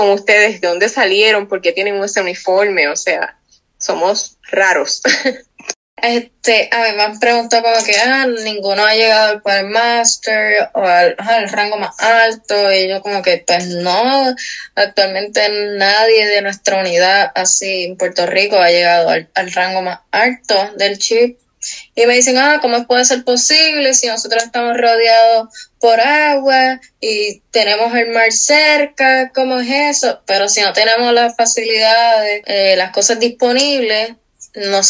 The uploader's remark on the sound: Held a Zoom call with a Sea Scout Ship in Puerto Rico. This entire interview is in Spanish.